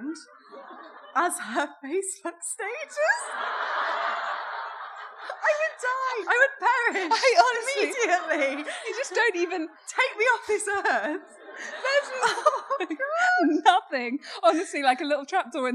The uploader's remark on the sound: Is It Just Me LIVE. The girls are back with their amazing live audience. Thank you to all of those who came to the show.